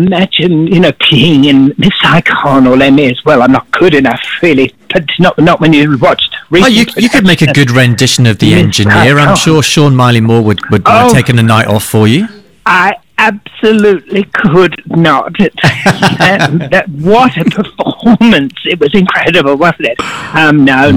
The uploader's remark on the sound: joins us on the phone from Castlemaine